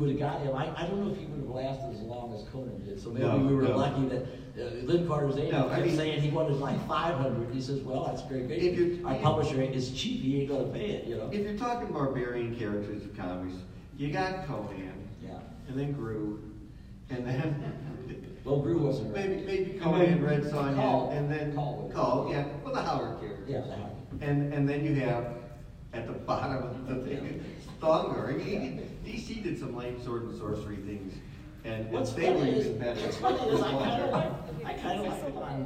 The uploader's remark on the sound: NM Comic Expo Panel. Panel from New Mexico Comic Expo.